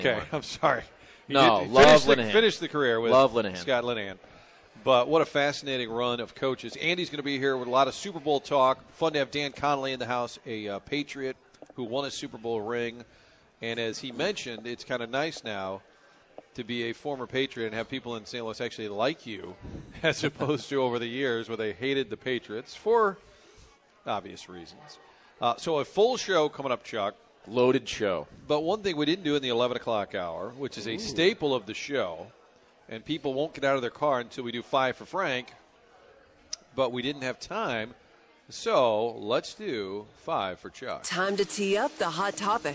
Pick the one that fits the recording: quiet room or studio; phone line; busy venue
busy venue